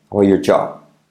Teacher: la R de your te cae